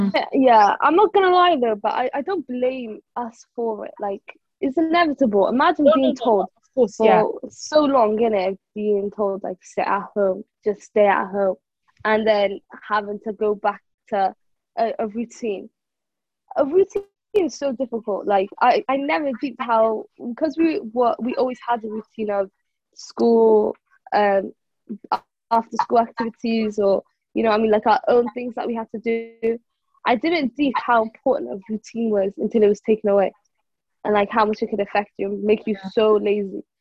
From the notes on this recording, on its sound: we recorded on zoon so sorry for any audio issues!